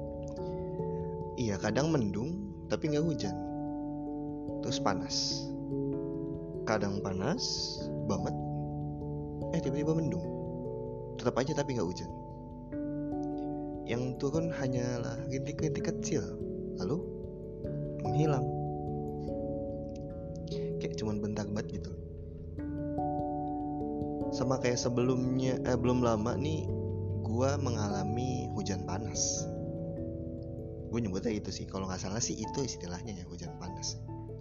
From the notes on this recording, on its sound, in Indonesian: Maafkan ayam dan suara lainnya yang rese.